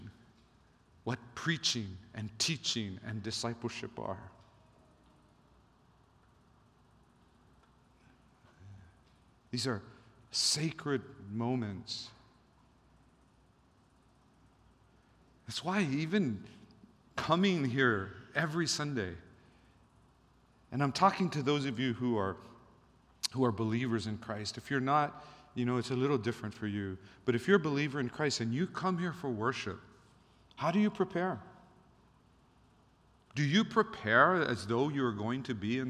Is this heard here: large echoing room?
yes